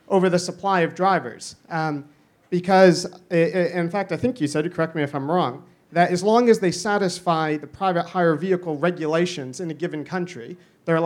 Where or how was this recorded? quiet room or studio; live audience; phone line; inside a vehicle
live audience